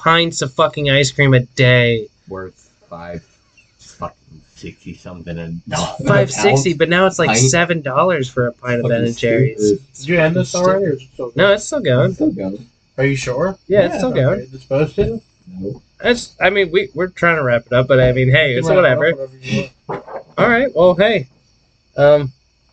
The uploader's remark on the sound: Bad audio quality this episode, sorry. The audio quality for this episode is pretty poor and we apologize for that.